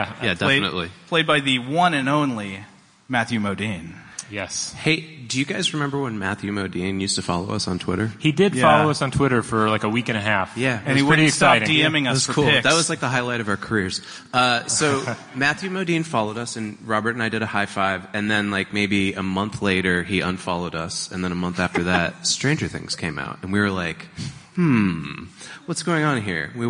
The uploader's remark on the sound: Stuff to Blow Your Mind Live. A live journey into the upside-down from New York Comic Con 2017.